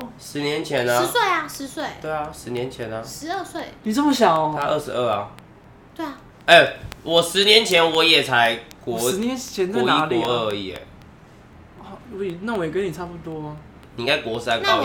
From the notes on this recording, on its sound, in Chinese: 本期挑戰賽單元為遊戲類競賽，故首次嘗試此單元的我們並未調整好收音設備之狀態，相較於以往的音質可能會因為過於激動與瘋癲而過於爆音，建議將音量調小服用。